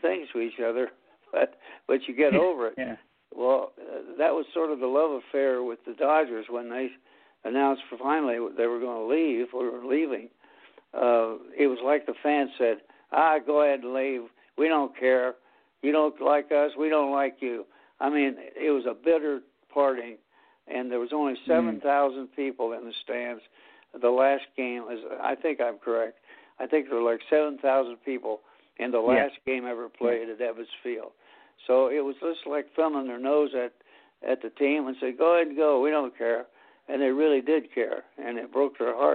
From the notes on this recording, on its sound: will call into the show